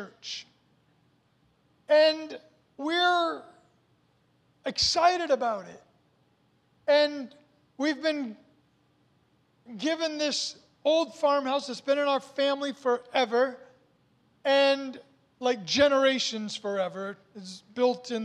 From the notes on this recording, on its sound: was recorded on Sunday, November 14th, 2021, during service at The Anchor Church in Rockport, Maine.